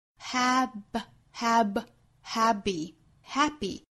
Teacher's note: 既没有明显的送气，又没有很明显的爆破 · Term: 送气打折